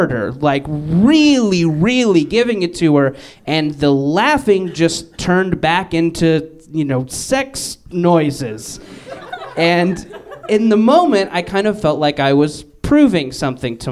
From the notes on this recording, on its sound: Live from MaxFunCon! At Lake Arrowhead for our parent network's weekend-long fanjets, MaxFunCon!